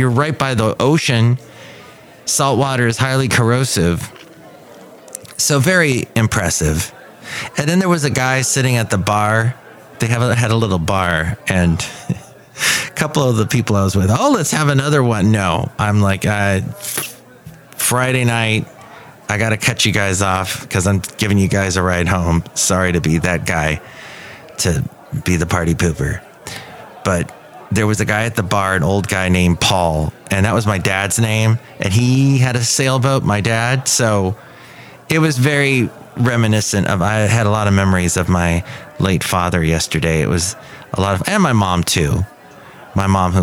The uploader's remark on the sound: podcasts live from Café Anyway